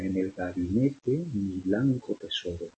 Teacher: Se mezcla en el primer hemistiquio el ritmo trocaico y en el segundo el dactílico